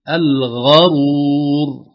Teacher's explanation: الغرور كلها مضمومة ما في فتحة أبدا، يعني الغين مضمومة والراء مضمومة